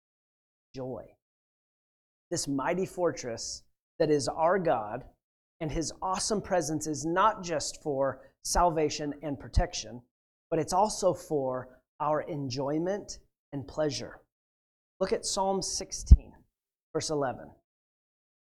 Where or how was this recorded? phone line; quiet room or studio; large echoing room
large echoing room